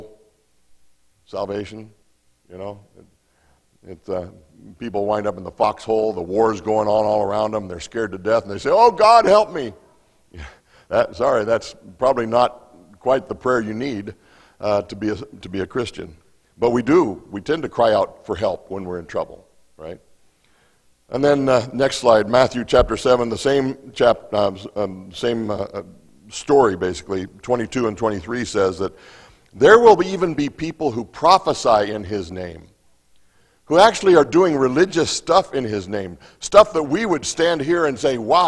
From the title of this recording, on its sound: Mt. Zion Church Live!